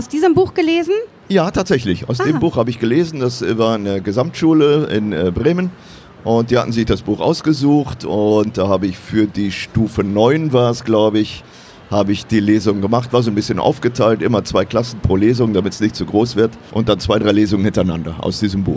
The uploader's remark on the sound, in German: live am Messestand